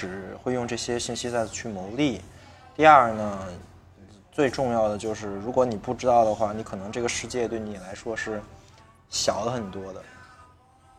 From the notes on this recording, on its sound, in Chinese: 是我和两个朋友一起在咖啡馆聊天的部分录音剪辑